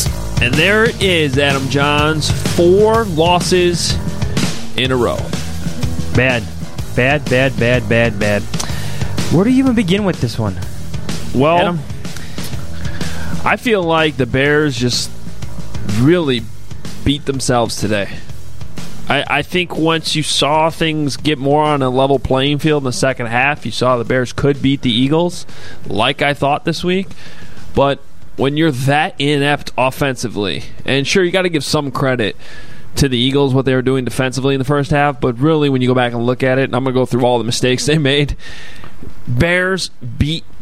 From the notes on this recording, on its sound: Bears-Eagles Postgame Show from Lincoln Financial Field. After a 22-14 loss in Philadelphia.